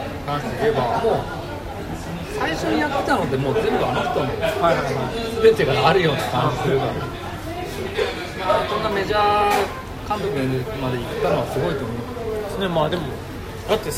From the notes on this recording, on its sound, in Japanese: 居酒屋での録音のため雑音がかなり入っています。